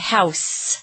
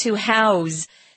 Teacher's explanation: If it's a noun, it's an S sound, house. But if it's being used as a verb, then it's a Z sound